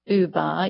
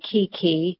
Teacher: Researchers are wondering whether it might have something to do with the shape of your mouth when you make certain sounds. So when you say Buba, your mouth is making more rounded shapes, whereas when you say Kiki, the mouth is not making round shapes